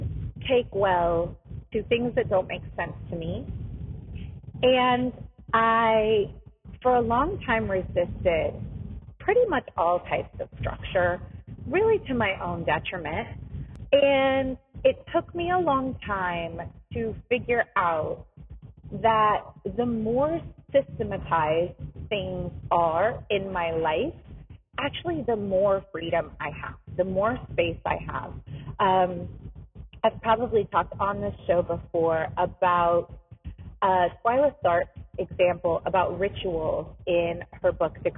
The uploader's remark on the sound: This episode has some rough audio quality